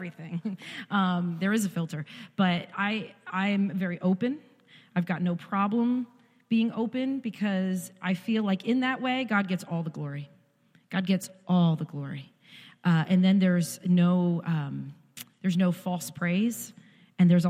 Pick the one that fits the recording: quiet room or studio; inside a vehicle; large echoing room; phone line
large echoing room